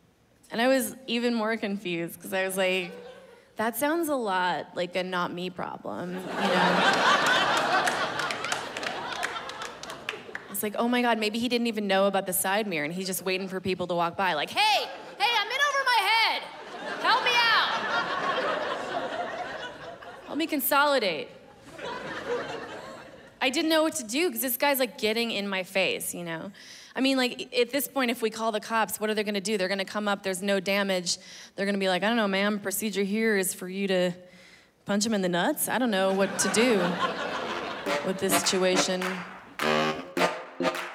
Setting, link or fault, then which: setting, live audience